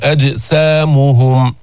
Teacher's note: قلقلت الجيم الساكنة